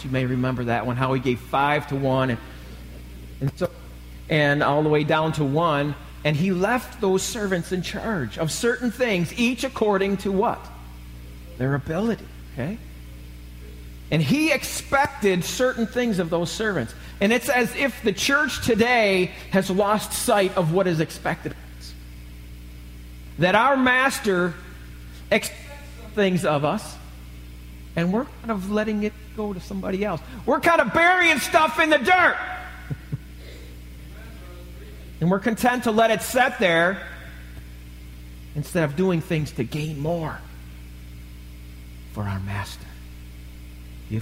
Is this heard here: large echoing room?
yes